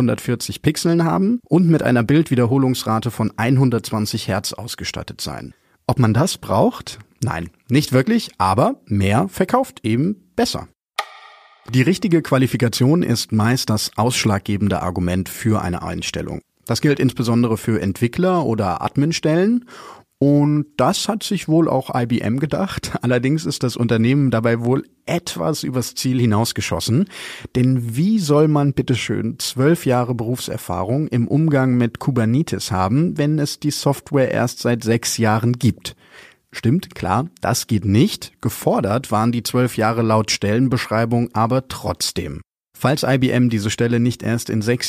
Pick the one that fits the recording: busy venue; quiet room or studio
quiet room or studio